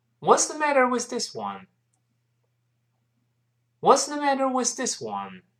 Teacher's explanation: 注意特殊原句还是降调啊